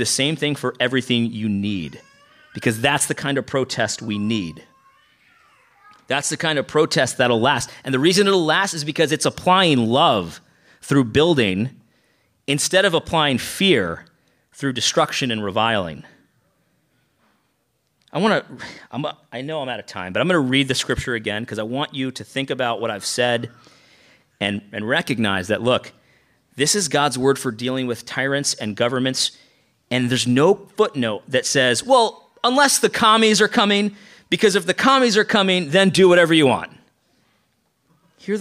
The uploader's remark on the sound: lecture from our recent conference